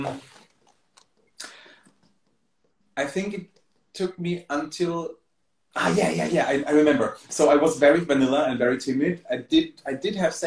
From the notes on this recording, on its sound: Recorded on 10 February 2023 on Instagram Live